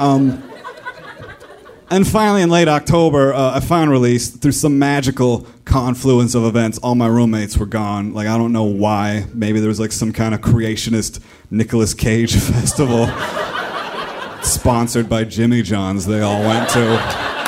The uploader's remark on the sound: Live From Minneapolis